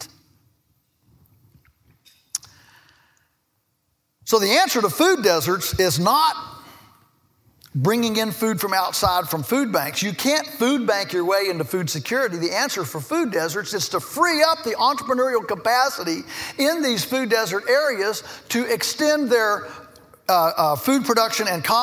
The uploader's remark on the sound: In this episode, we're bringing you a plenary speech. Which was delivered as part of Acton University 2015.